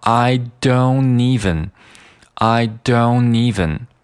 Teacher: 这个 don't 这个 t 一定是要省略的。省略之后呢，这个 don't 它就变成了一个，嗯，一个鼻音结尾的一个单词了。那鼻音结尾这个，嗯，和后面的这个 even 刚好呢能进行连读，那这个就变成了 I don't evenI don'teven。那这个 don't 还要再说